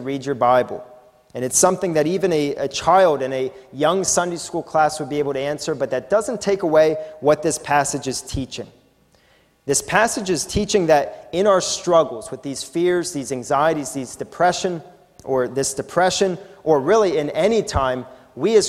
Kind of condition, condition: setting, live audience